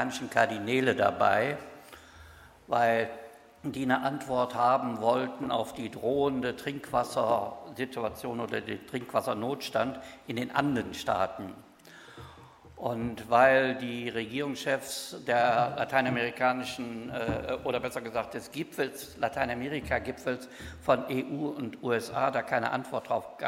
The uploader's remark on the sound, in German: Erstes Panel der Konferenz «Auf der Flucht vor humanitären Krisen» vom 3. Berlin.